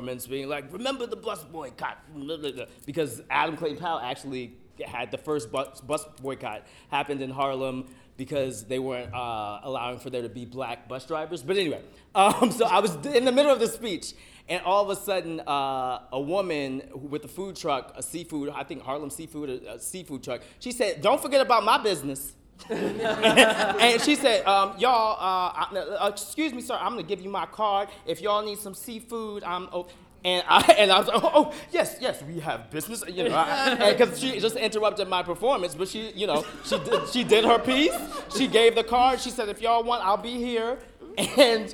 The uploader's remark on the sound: Tune in for a special live recording of CSC's Classic Perspectives after a recent performance of black odyssey .